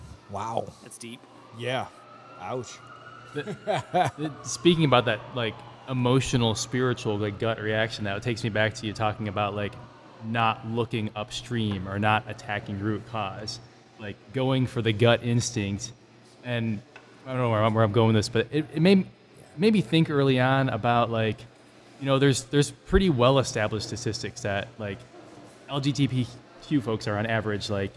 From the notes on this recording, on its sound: broadcasting live from Goldhorn Brewery!